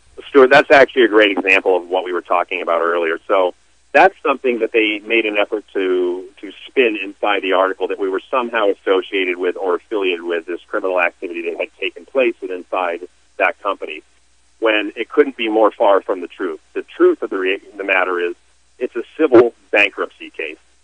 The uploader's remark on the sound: called in to SmallCapVoice